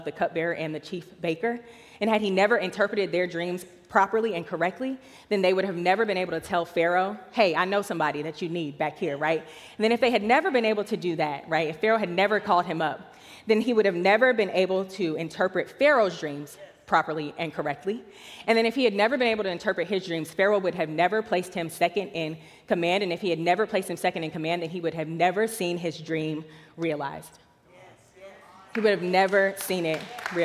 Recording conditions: large echoing room